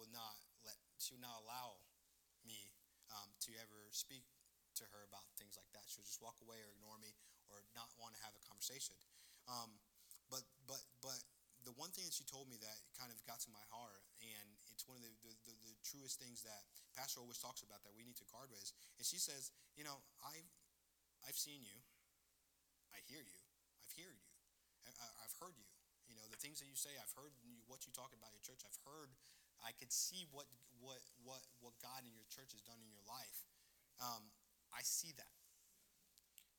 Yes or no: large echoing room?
yes